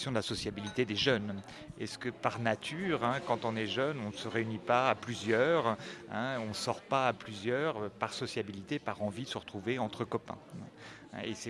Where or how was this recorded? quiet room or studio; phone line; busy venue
busy venue